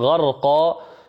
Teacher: مد العوض، أي عوض، عوض هذا التنوين بمد طبيعي